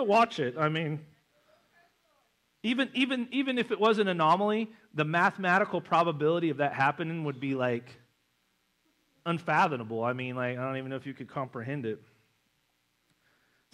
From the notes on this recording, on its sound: November 5th Missions Conference Sermon. At North Side Assembly of God in Springfield MO.